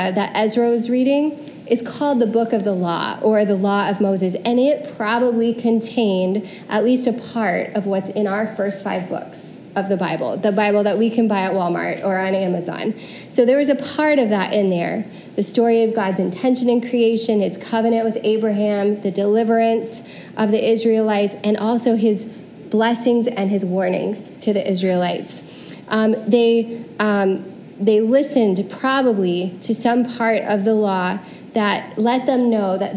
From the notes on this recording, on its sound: Preached at CityChurch in downtown Iowa City.